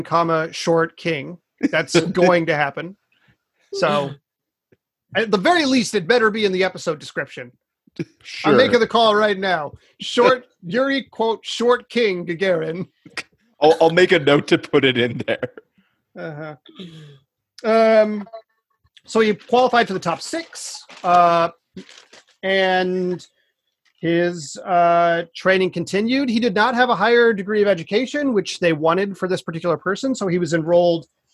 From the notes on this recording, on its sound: The audio for this podcast came directly from our Zoom call, so the quality is not up to usual standards.